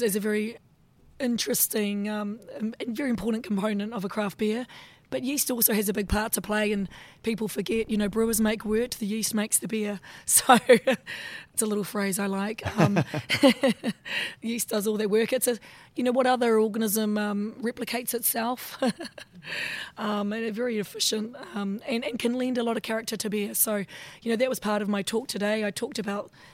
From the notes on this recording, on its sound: we were able to take Radio Brews News to BrewCon and capture a little of what was on offer to those who were lucky enough to get to Australian craft brewing’s annual conference and trade show